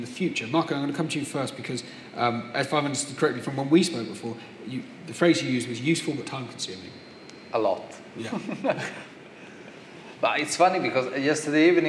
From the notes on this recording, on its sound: In a panel session at Citywire Luxembourg 2018